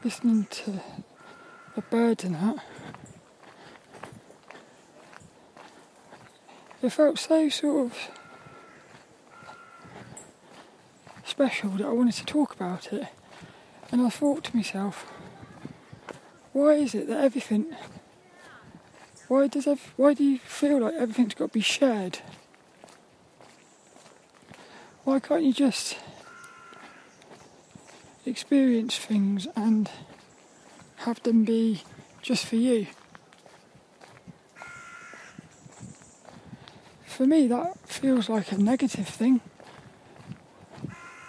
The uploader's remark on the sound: This 'About The Tings' brain dump episode was a Walk and Talk around Saltrum Woods in Plymouth